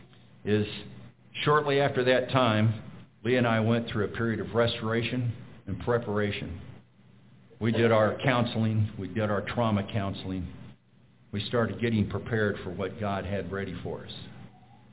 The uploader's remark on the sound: We will be sharing a recorded sermon. Preached at Glidden Baptist Church.